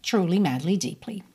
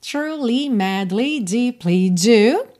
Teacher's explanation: todas essas três palavras têm a sílaba tônica no início · Shown in: first take